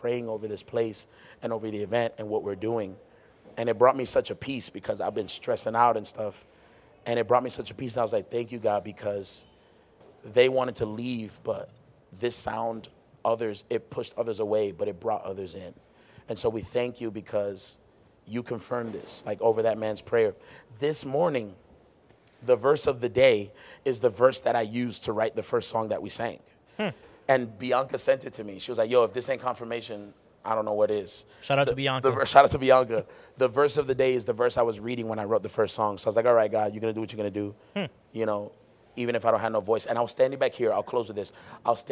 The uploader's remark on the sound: This was our very first live podcast recording right after the live MUSIC recording we had that night!